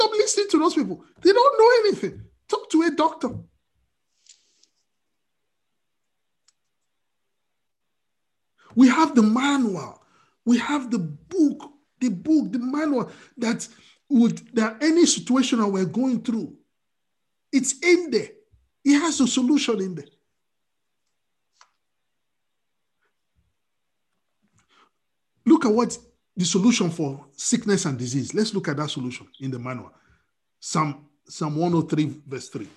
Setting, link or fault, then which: link, video call